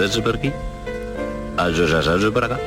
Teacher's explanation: es el seseo con la S de Lucena, que tiene un punto sonoro. Eso quiere decir que vibran las cuerdas vocales, que si nos ponemos pues, la mano aquí sobre las cuerdas vocales en el cuello, sentimos como vibran nuestras cuerdas.